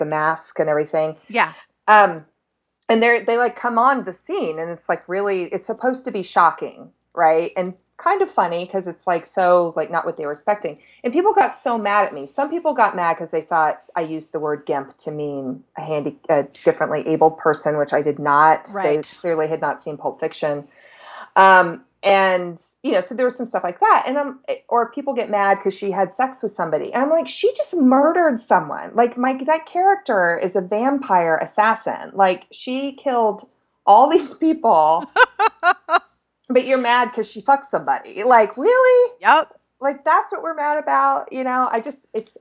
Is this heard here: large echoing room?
no